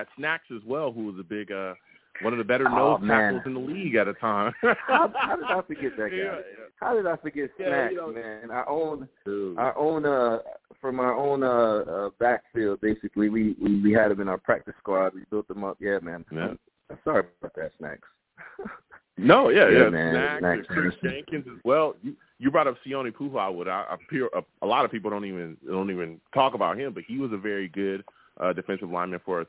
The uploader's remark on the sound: I also take live callers!